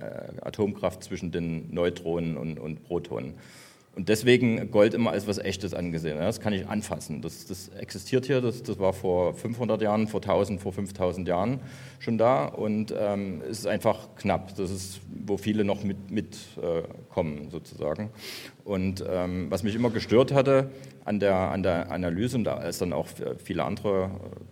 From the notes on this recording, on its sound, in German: WBB LIVE aus München. Live vom Bitcoin Block in München.